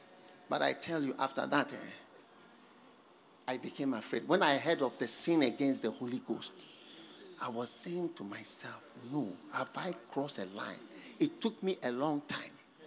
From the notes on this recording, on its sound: Preached at the Thanksgiving Service, Accra.